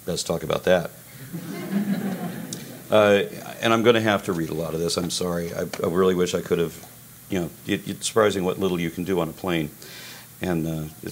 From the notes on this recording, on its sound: Live speech at Eastern Illinois University. 30 minute speech with a half hour QnA included.